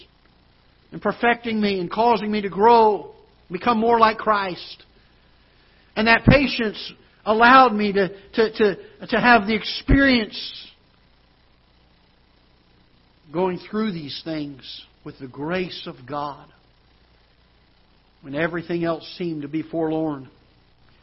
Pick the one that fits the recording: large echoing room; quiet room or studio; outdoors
large echoing room